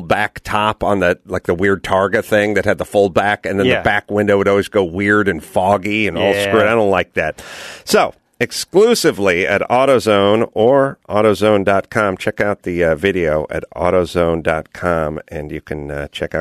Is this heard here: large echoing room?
no